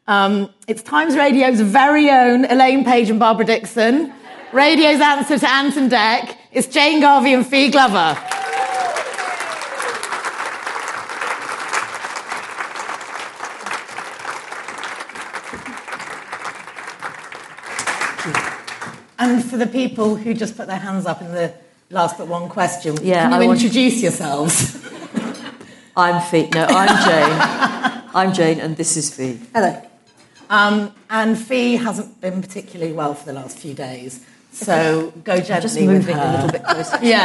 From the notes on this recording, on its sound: LIVE at Afternoon Tea. Host afternoon tea at Times Towers.